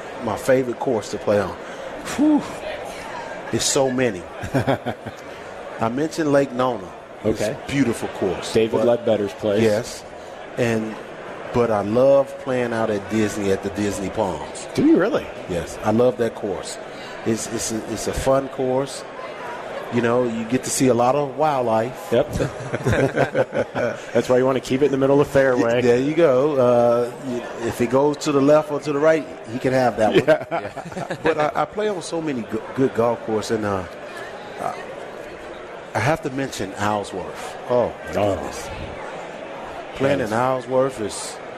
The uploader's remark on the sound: live in Rosemount, IL, for the Chicago Golf Show!